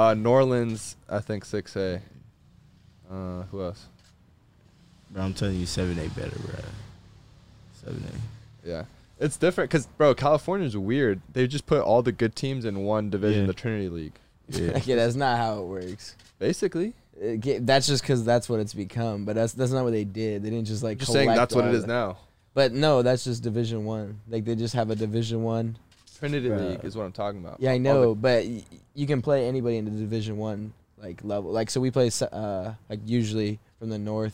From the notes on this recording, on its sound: join the boys in the truck